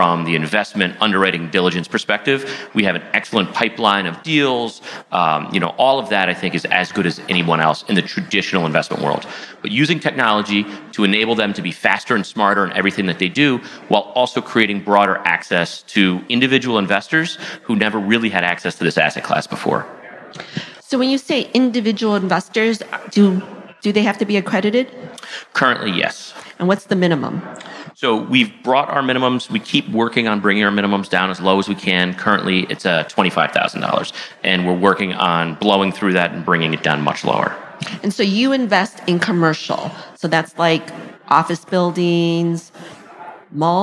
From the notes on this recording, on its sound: This recording is from Fintech Nexus USA (formerly known as LendIt Fintech USA) held at the Javits Center in New York City on May 25-26, 2022.